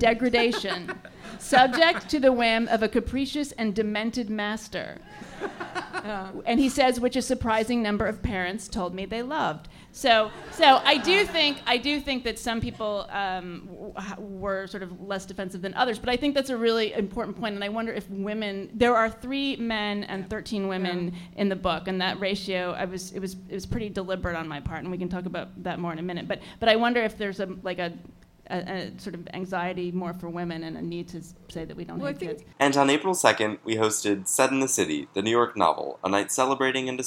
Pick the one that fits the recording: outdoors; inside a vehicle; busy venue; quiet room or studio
busy venue